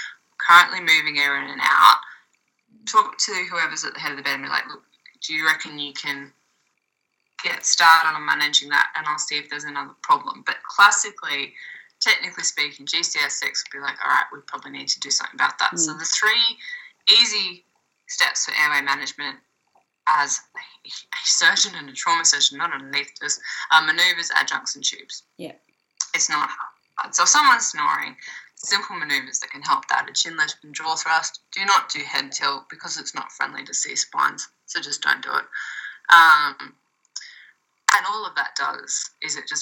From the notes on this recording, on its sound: Slightly poor audio, we'll blame the 10 573 miles between us.